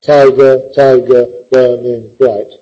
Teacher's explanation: So, it's still tetrameter, because we have four stressed syllables.